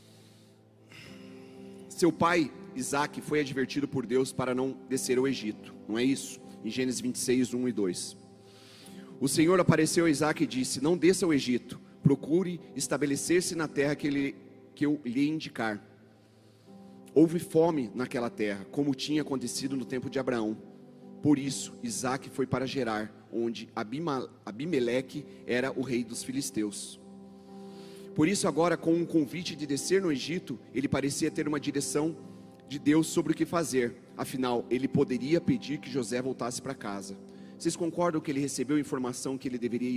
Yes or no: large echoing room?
yes